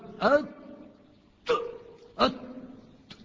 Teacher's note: الصوت انقطع والنفس انقطع · Term: حرف شديد